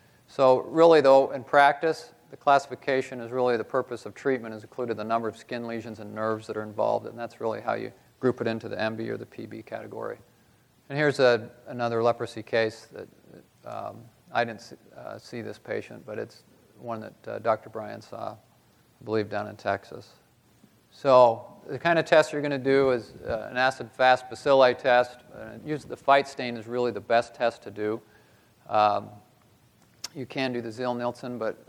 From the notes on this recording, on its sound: This podcast was recorded live at the 2014 SDPA conference in Indianapolis.